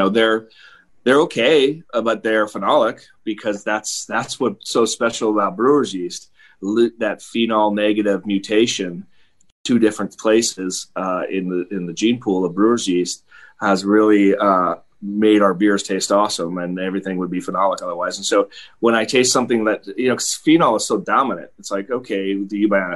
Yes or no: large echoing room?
no